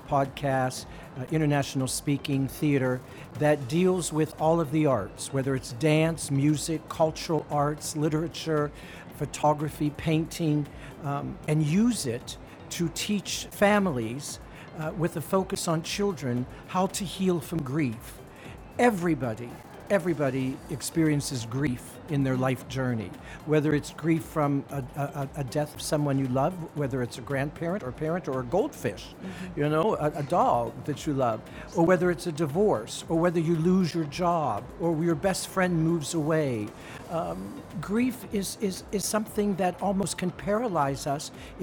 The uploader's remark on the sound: Live from SIBF 2022